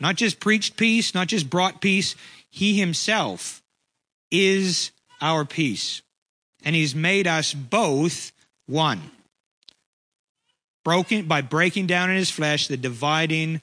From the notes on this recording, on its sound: Preached on 12/11/23 at Ngaruawahia